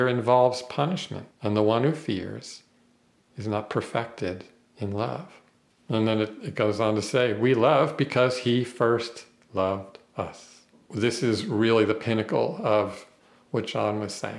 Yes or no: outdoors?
no